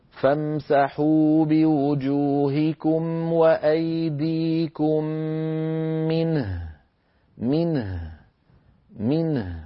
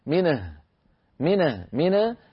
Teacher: فننطق النون بينية، يعني نعطيها شيء من المط، شيء من التطويل جزئي، ثم نعطي الهاء حقها من الرخاوة · Shown in: first take · وننتبه ألا يتقلقل أحد هذين الحرفين. · Term: البينية